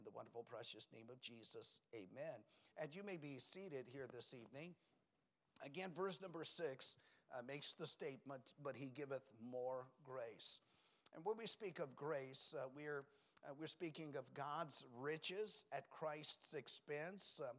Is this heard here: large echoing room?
yes